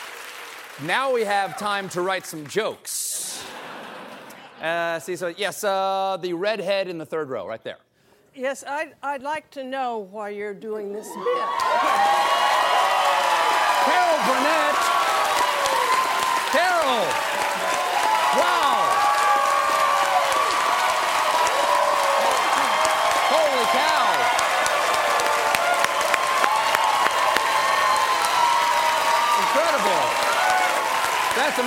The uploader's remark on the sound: Takes a few questions from the audience. While on The Late Show.